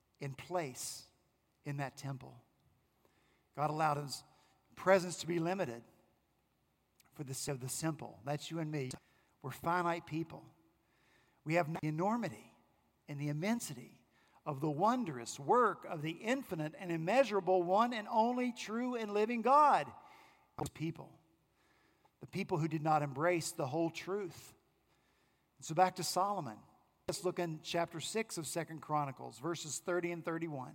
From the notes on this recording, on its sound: Our senior pastor at Redeemer Presbyterian Church in Charleston, SC, preached